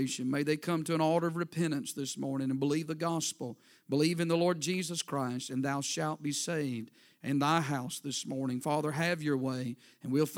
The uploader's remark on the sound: A sermon preached Sunday Morning, on August 20, 2023.